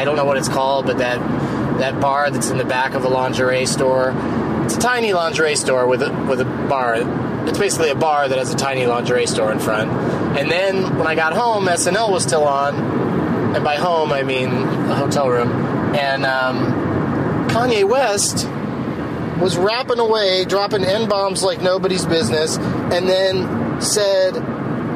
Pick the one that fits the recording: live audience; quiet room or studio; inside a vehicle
inside a vehicle